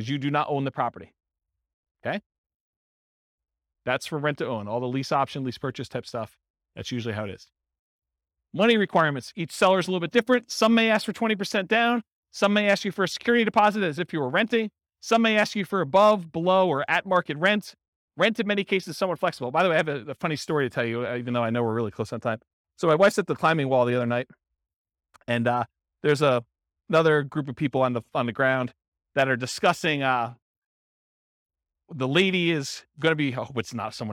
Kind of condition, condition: setting, live audience